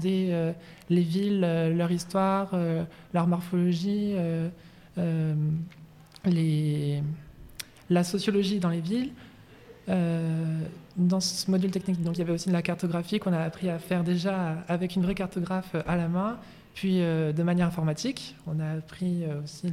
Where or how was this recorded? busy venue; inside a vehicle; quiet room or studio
busy venue